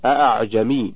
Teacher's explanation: إلا في الهمزة الثانية من قوله تعالى أأعجمي في سورة فصلت، فإنها تسهل بين الهمزة والألف وجوبا